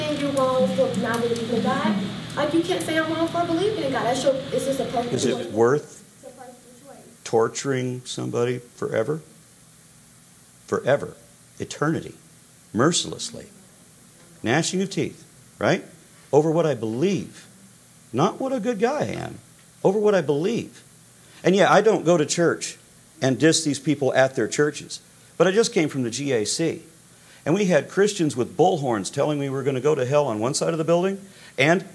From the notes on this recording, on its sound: Live speech at Eastern Illinois University. 30 minute speech with a half hour QnA included.